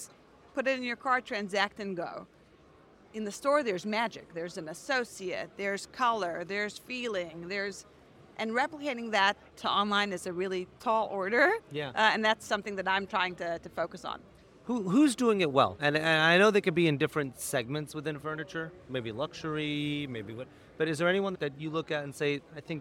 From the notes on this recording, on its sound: Live from NRF 2024